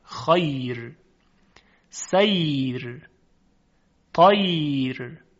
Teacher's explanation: چون یا ساکن دارای نرمیست در تلفظ خودش، مجموع صفاتی که داره باعث میشه که صدایی نرم و روان باشه که با ترقیق سازگار است، نه با تفخیم، فلذاست که در وقف بر خیر حرف را ترقیق میشه